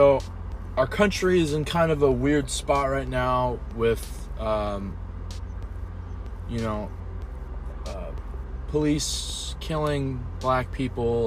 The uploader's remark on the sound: I sit in my car on my lunch break and eat my lunch